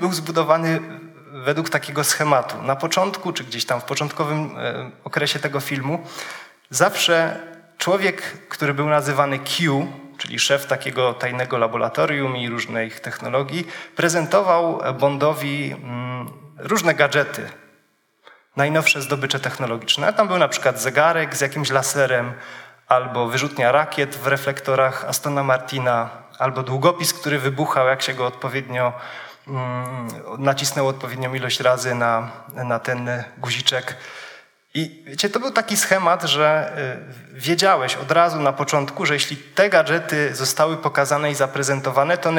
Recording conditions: live audience